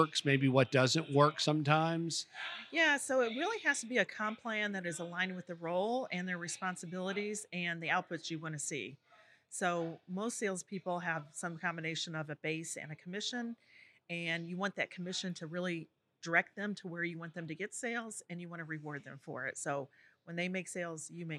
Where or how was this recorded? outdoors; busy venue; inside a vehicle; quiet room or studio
busy venue